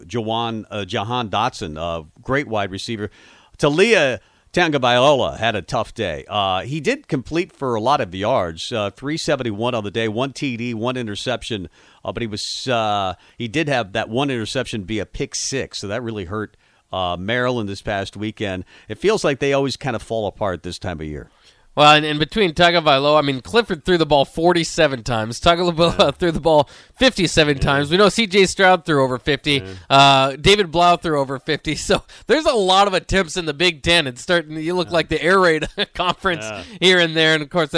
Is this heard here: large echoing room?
no